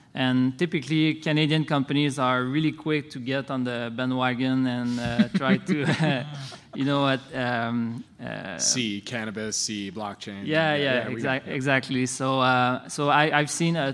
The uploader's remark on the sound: the Planet MicroCap Podcast: LIVE panel recording that we did at the Planet MicroCap Showcase 2023 at the Horseshoe Hotel & Casino in Las Vegas